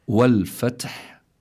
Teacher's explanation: فلابد من جريان النفس عند النطق بالحاء · Term: الهمس